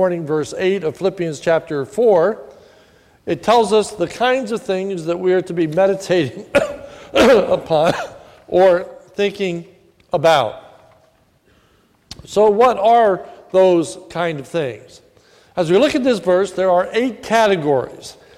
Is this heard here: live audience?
yes